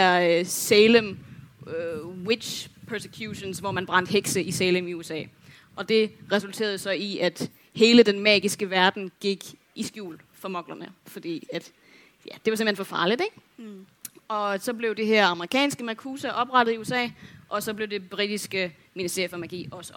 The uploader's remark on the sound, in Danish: Liveshow fra Mølleparken. Live i Mølleparken i Aarhus.